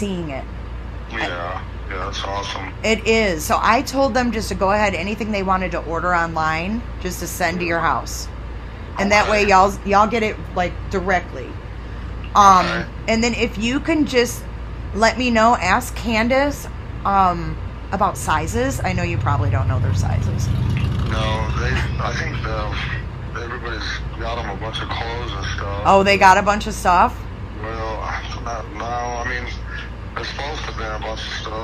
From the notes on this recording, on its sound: phone calls